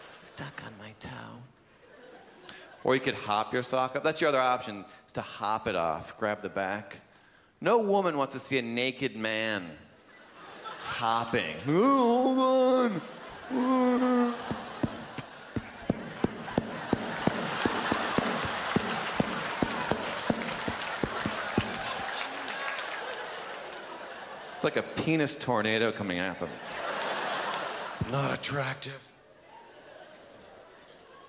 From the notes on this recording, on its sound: performed by the 2006 Just for Laughs Festival in Montreal